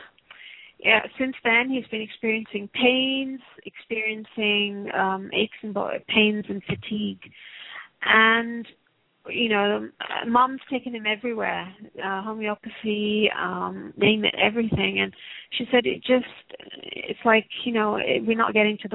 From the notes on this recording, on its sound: Takes your calls for healing live today!